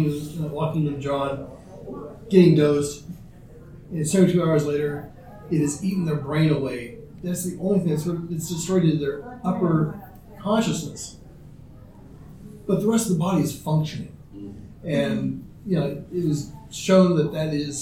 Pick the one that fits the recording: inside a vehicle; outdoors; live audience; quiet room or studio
live audience